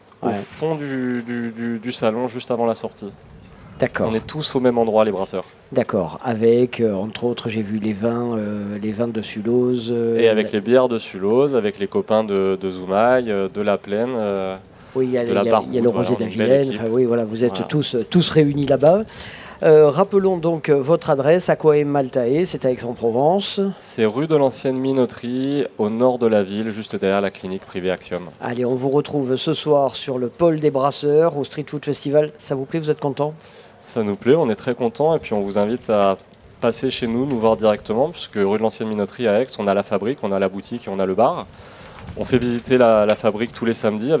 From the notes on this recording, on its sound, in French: Radio Grenouille au Street Food Festival 2022. Rencontrez les participants du Street Food Festival 2022.